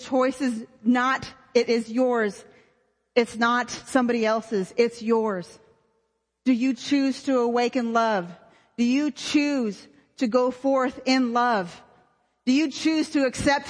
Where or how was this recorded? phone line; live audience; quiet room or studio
live audience